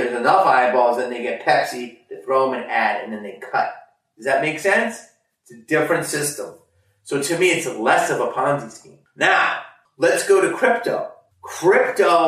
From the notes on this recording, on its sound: Sorry about the audio quality on this one, there was an issue with the mics but we still wanted to upload this and give you all a new video.